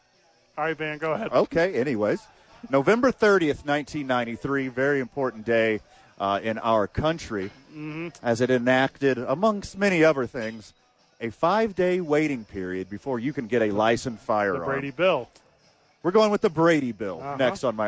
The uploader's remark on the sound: live from ABQ AXE